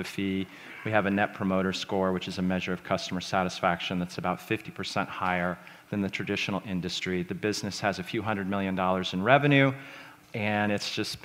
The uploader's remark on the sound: This talk was recorded at The Scaleup Offsite, an event focused on scaling companies co-hosted by Greylock Partners and YC Continuity.